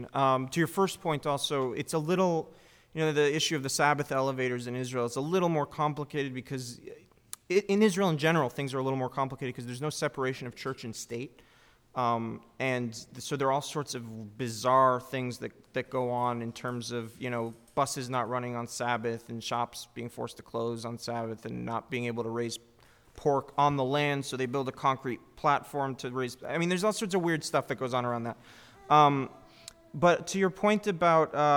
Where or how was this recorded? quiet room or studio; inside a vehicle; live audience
live audience